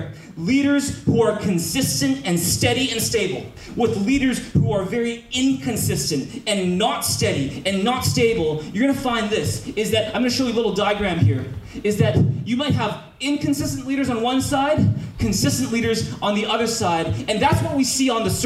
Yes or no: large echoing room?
yes